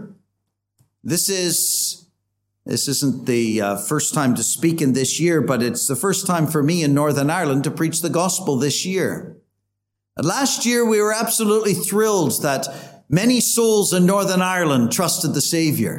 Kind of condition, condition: setting, large echoing room